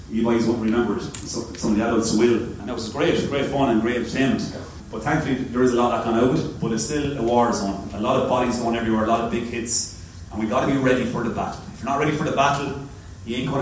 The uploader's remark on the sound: At Academies Launch. Apologies for the quality of the recording.